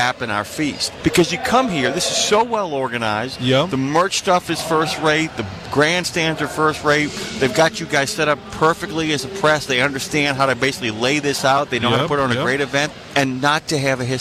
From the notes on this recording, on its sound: in a safe area within the driving course